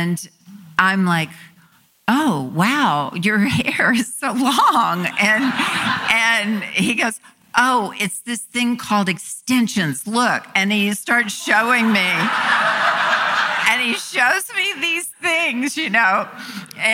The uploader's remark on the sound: This conversation is presented by Variety , and was recorded live at ATX TV Festival Season 12 (June 1-4, 2023) in Austin, TX.